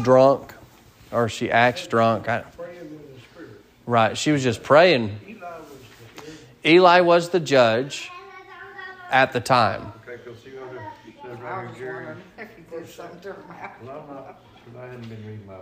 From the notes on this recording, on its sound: Sermon preached at Mid County Baptist Church